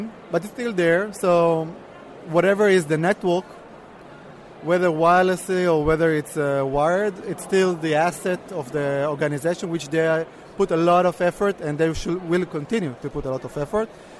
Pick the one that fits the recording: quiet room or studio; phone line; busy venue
busy venue